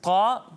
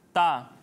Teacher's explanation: جب ہم طا کی ادائیگی کریں گے تو اسے پر پڑھیں گے، موٹا کر کے پڑھیں گے، لیکن جب ہم تا کی ادائیگی کریں گے تو اسے باریک پڑھیں گے